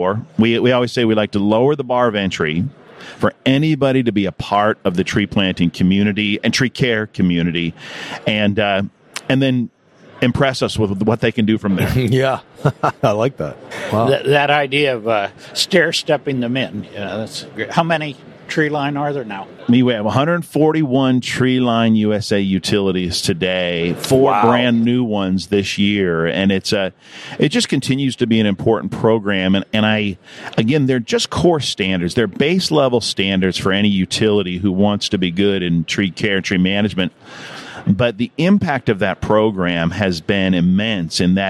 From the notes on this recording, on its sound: In this series, we set up a podcast booth in the Trees & Utilities Conference in #Pittsburgh, #Pennsylvania to talk with all the major players in the #VegetationManagement #industry.